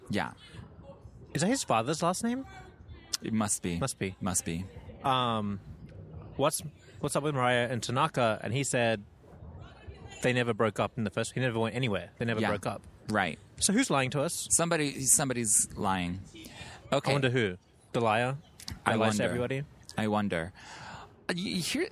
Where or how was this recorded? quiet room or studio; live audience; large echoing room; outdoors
outdoors